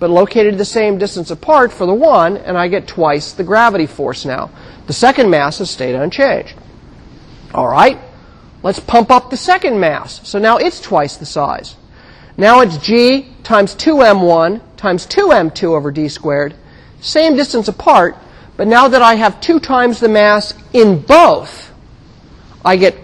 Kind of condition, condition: setting, large echoing room